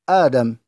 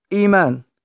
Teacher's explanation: ومقدار مده حركتان كالمد الطبيعي · Term: مد البدل